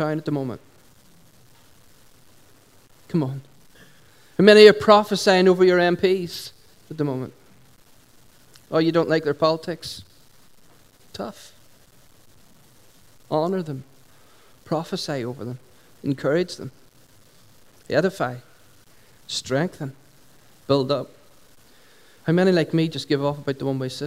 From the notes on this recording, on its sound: Recorded at 11:00am on 19th July 2016 at our Sunday Celebration at Dungannon Integrated College.